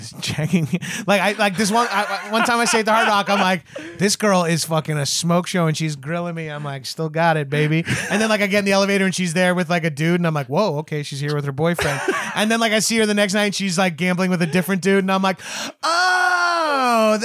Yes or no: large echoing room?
no